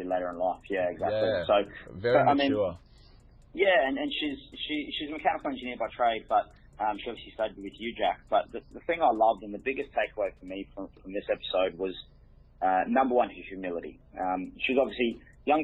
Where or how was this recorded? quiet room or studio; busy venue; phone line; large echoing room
phone line